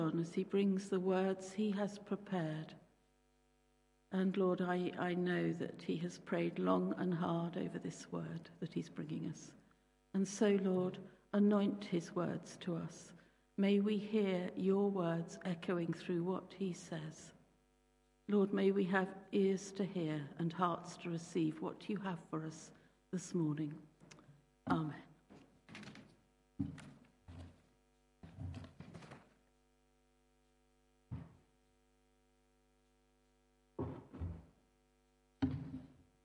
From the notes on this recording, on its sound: Christ Church, Bayston Hill (UK)